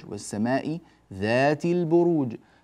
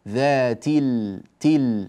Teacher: فأنتقل من التاء إلى اللام مباشرة تل، ولا يوجد ألف · Term: همزة الوصل